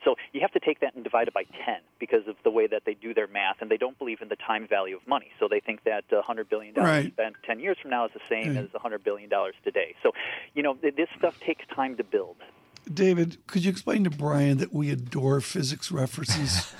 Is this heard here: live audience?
no